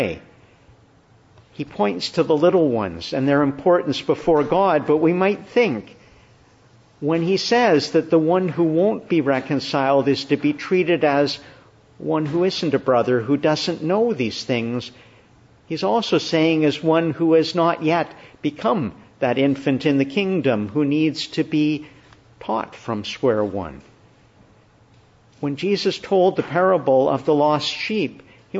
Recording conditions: large echoing room